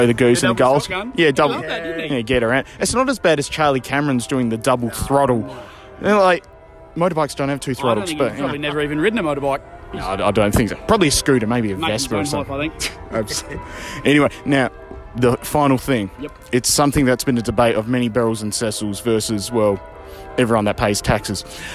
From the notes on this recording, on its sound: Post-Giants Walk & Talk.